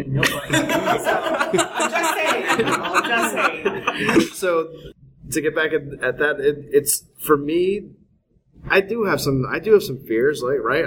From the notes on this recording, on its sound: This is another live interview from SpiceWorld 2015 in Austin, TX.